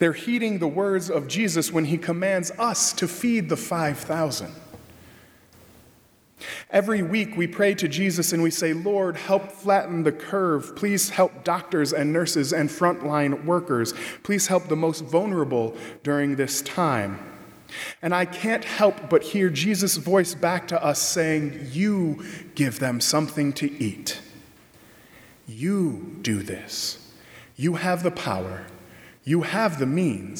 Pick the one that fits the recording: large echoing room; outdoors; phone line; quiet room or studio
large echoing room